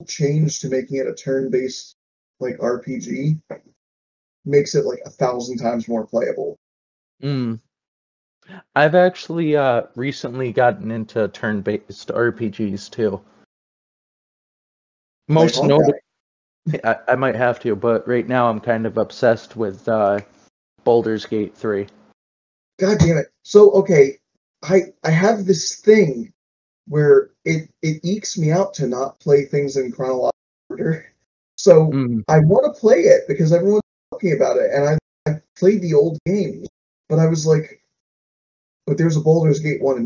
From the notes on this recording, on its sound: I apologize for the audio loss towards the back half of the episode